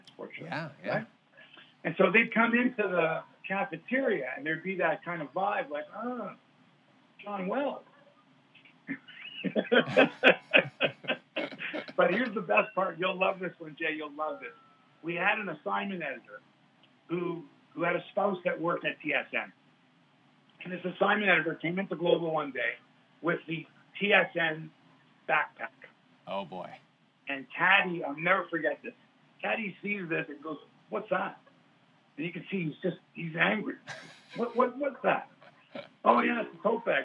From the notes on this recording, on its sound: Apologies for the phone-audio quality in this weeks pod